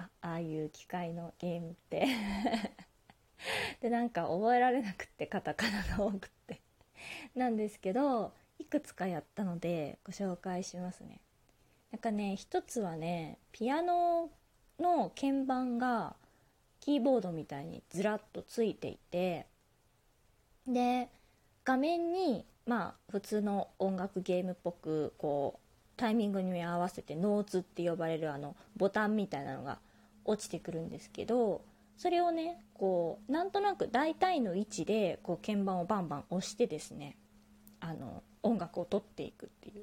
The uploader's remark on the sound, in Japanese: 自宅でスマホによる収録のため様々な騒音が収録されています、ご了承ください。キッチンのすみっこで。